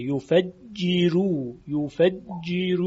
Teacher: در اینجا حرف را مضموم است، ما قبلش مکسور، بنابراین ترقیق میشه